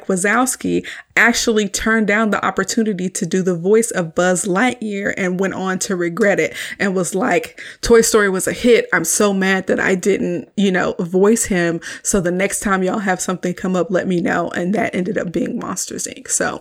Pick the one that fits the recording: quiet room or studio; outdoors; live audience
quiet room or studio